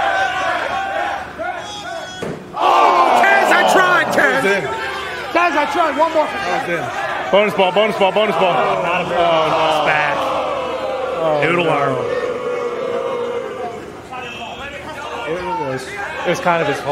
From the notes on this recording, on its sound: LIVE from the set of College Gameday in Tuscaloosa, Alabama.